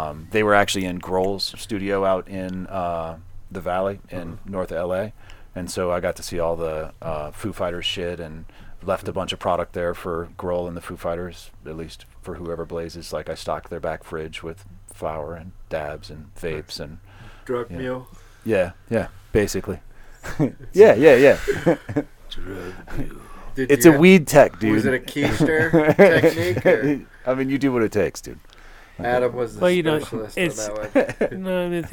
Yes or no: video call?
no